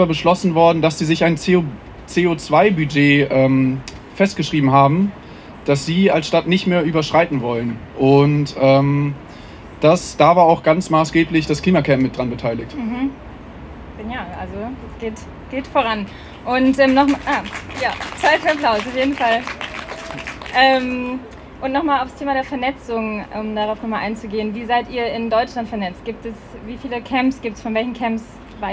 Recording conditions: outdoors